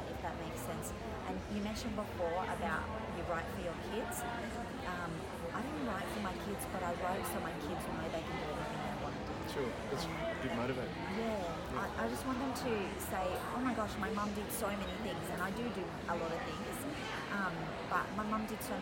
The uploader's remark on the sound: Live at Book Fair Australia. For The Witty Writers Show at Book Fair Australia.